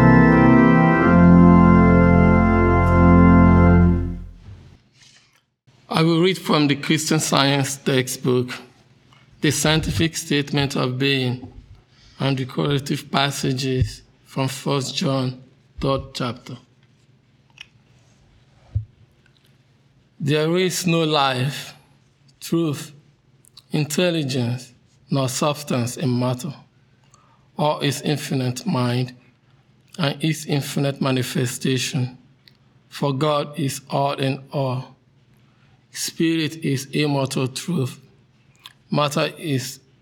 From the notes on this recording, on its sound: The Sunday service audio